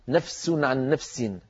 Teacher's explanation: فإن لم نعطي الفاء الضعيفة حقها من الرخاوة والهمس والزمن فإن السين تطغى عليها